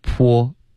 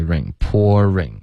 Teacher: 第一是 pour,结尾加一个儿化音 pour,然后再来 ring, pouring. Okay?还有一个呢是 pour,就开头是一个 o,然后滑到一